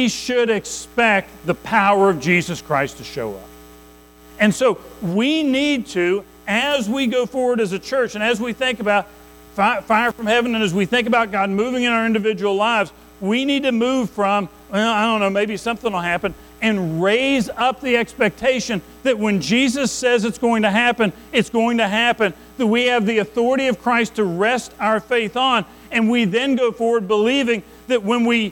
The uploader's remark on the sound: Recorded at Madison Baptist Church in Madison WV on May 21, 2023